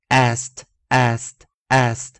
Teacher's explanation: ed 的前方是 s 清音，ed 则还是维持啊，要把它改变成 t 这个音啊